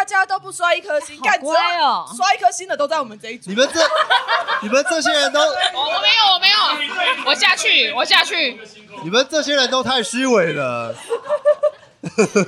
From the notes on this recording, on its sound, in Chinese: 這次的 Live Podcast 活動非常感謝咖哩逗陣贊助場地